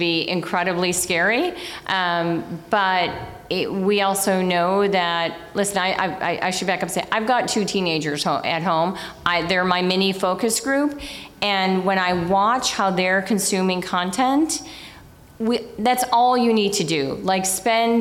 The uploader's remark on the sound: At a live recording event of the Digiday Podcast